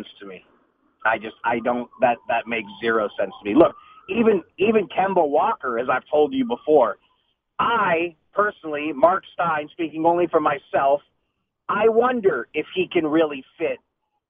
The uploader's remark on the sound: called in to the Ben and Skin show